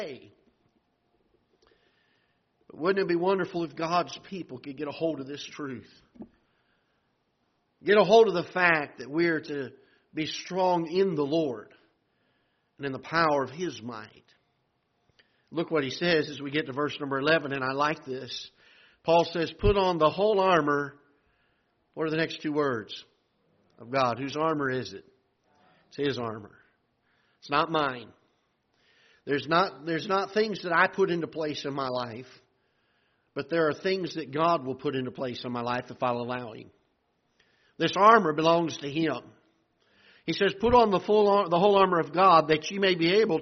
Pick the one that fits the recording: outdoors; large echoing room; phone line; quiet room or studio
large echoing room